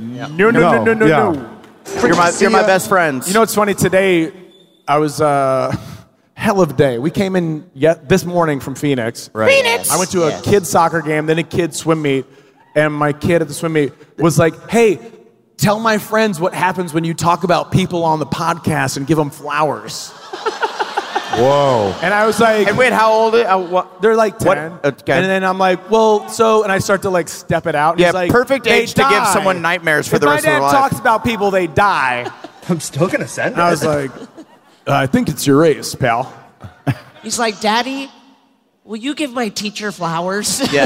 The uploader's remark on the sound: Live From Long Beach!